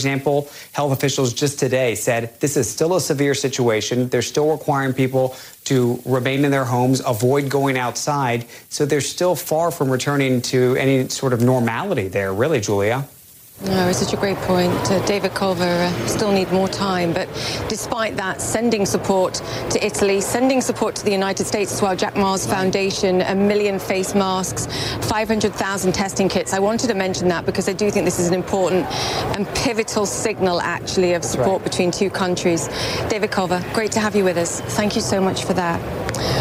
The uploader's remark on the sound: live from the New York Stock Exchange